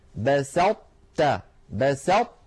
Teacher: أطبقنا اللسان على طاء من غير قلقلة، تا فتحنا على تاء، فلا نحن أظهرناها فقلنا بسطت، ولا نحن أدغمناها إدغاما كاملا فقلنا بسطت. · Term: الإدغام الناقص